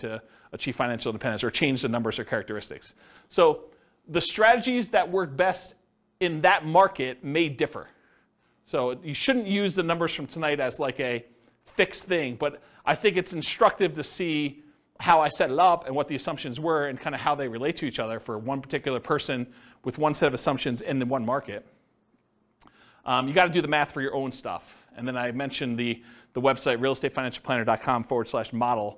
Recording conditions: live audience